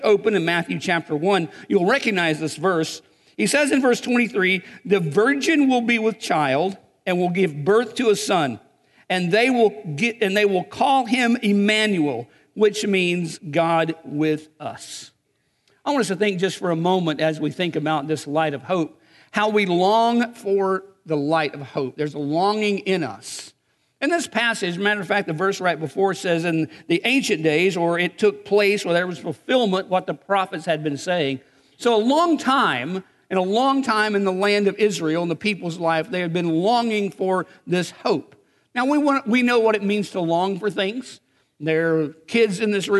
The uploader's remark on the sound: Recorded on December 22, 2019 at Graceland Baptist Church in New Albany, Indiana.